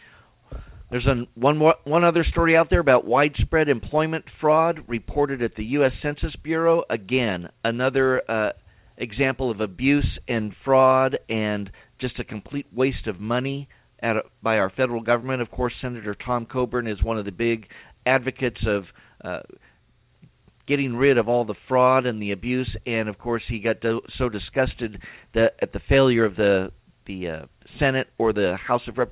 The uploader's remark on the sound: we'll allow time for your phone calls